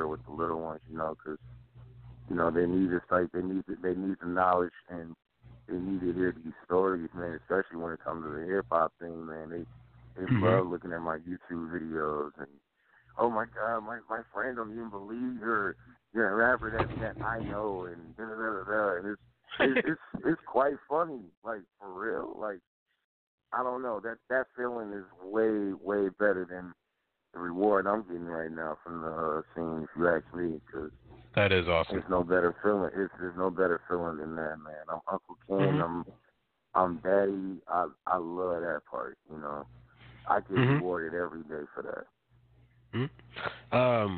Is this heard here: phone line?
yes